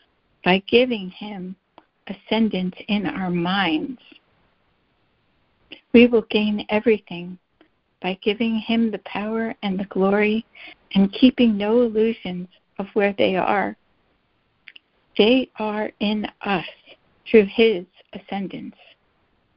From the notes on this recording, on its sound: ACIM Daily Conference Call